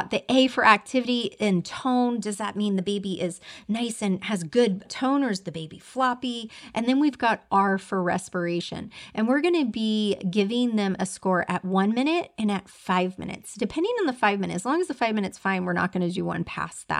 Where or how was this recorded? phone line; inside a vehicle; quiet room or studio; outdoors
quiet room or studio